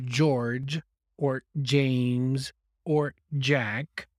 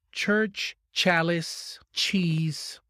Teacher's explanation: they are articulated in the same part of the mouth, but one is voiced and the other is voiceless. When I say voiced, it means that I produce voice from my throat.